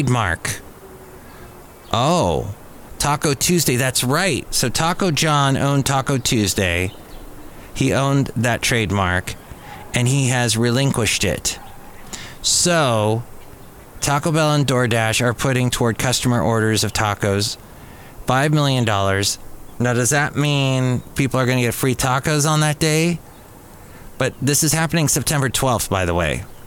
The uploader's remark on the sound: podcasts live from Café Anyway